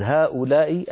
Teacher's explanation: هؤلاء فيها مدان، المد الأول منفصل وهو ها، والمد الثاني متصل وهو لا إي.